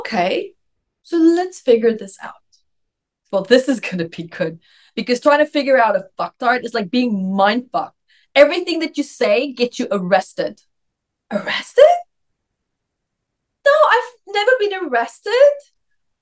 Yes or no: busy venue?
no